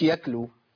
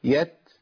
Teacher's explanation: لازم طرف لساني يلمس في مخرج التاء وهو اصول الثنايا العليا · Shown in: second take · طرف اللسان مع اصول الثنايا العليا، اللي هم فين اصول الثنايا العليا؟